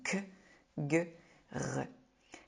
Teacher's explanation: ils sont produits très en arrière dans la bouche et le voile du palais